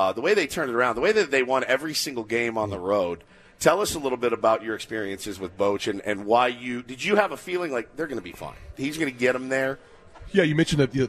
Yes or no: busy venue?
yes